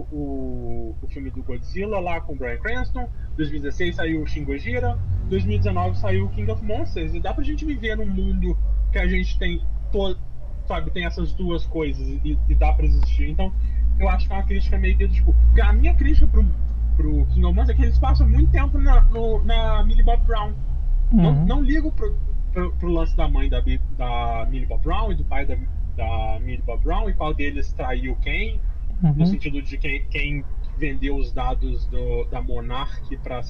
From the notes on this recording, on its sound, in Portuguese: Nota: O áudio está meio ruim